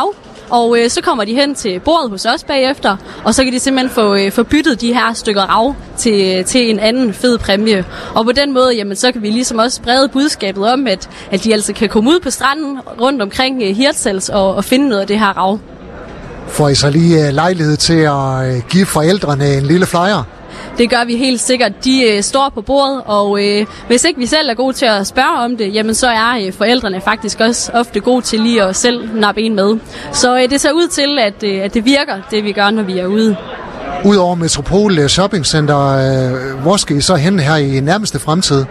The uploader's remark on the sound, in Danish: På grund af vind og vejr var Skaga FMs Live fra Sommerby Hjørring for en enkelt dag rykke indendørs i Metropol Shoppingcenter.